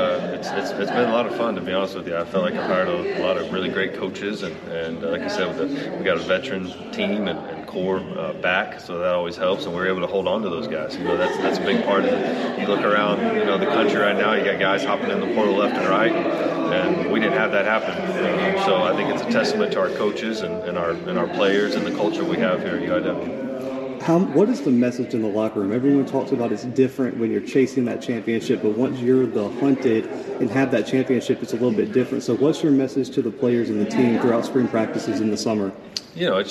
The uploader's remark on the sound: 2022 Southland Media Day. The Bluebloods are live at the Southland Conference Media Day!